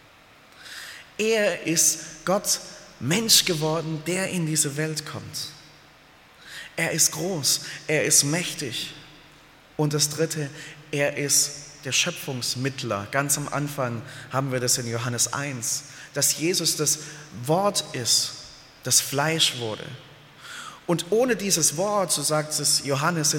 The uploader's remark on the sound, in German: aus dem Gottesdienst der Liebenzeller Mission